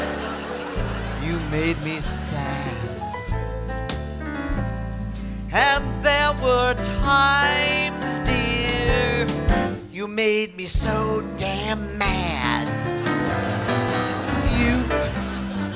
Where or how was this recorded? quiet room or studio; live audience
live audience